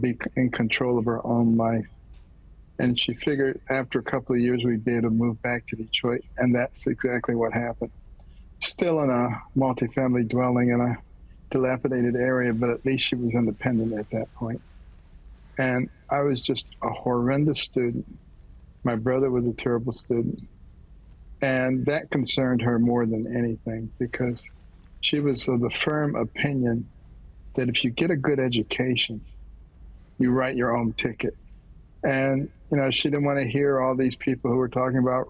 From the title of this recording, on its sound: Live Call-In Show